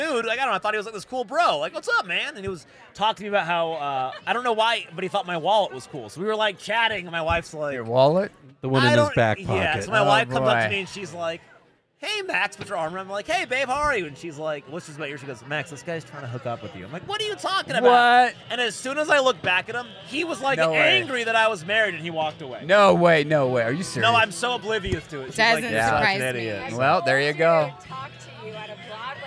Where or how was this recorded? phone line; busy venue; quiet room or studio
busy venue